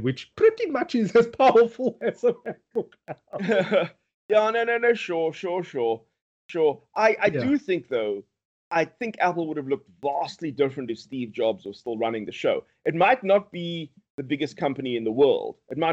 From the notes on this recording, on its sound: Recorded via Skype